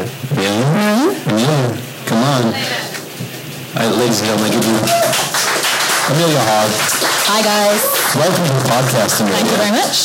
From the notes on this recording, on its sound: Recorded LIVE At Adaptavist Winter Conference 2018. Recorded a live session at Adaptavist's Winter Conference in London!